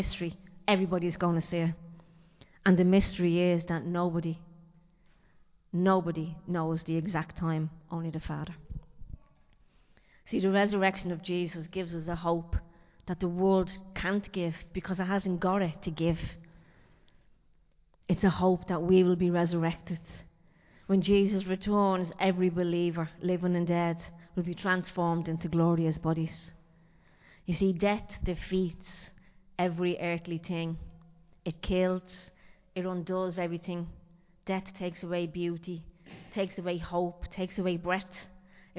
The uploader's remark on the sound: Recorded live in Liberty Church on 30 April 2023